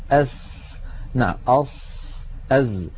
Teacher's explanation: على اليمين هذا هو المخرج الصحيح، لاحظوا يا إخوتي أن الإنسان يضع رأس لسانه على الصفحة الداخلية للأسنان السفلى ويضغط فينشأ صوت ناتج من اصطدام الهواء بالصفحة الداخلية للأسنان السفلى والعليا